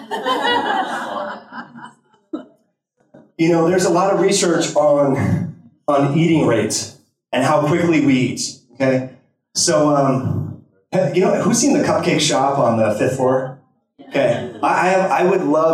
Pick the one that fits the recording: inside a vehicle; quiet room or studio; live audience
live audience